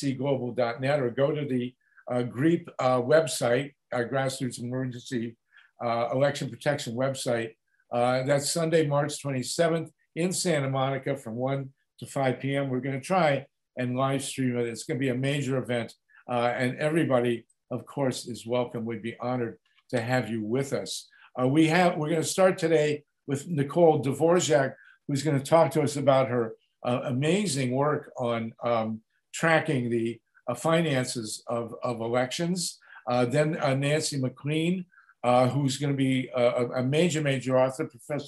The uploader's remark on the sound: At this 86th zoom session of the Grassroots Emergency Election Protection Coalition